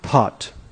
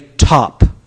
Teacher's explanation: All of a sudden the H is with T, and now the P is without an H. · Shown in: second take